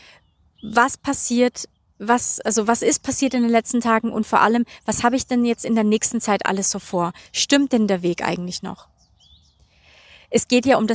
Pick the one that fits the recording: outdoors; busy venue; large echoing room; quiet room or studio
outdoors